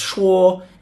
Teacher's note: shuo, first tone, shuo, meaning to speak or to say